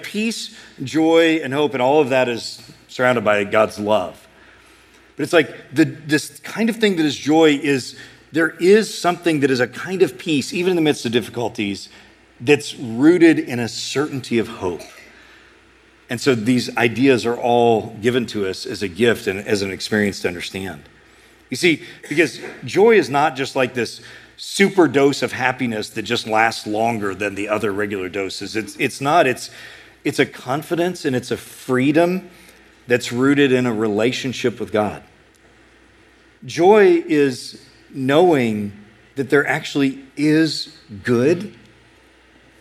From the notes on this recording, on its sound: A sermon preached at Sojourn East